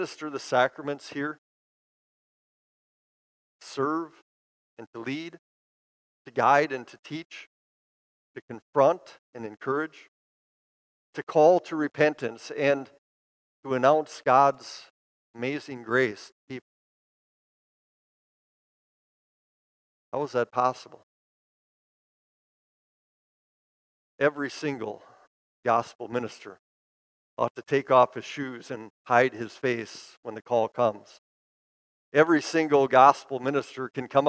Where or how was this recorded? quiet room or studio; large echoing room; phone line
large echoing room